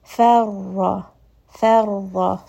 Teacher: I'm going from that light fa to the heavy ra